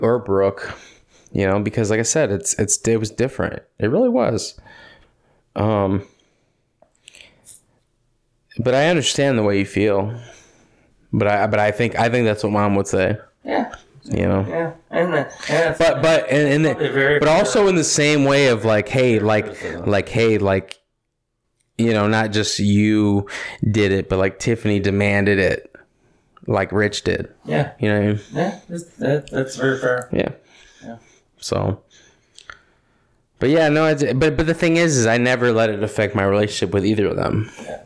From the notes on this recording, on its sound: After a late dinner at Wisconsin Dells. I apologize in advance for the hollow sound quality. We were in a cabin.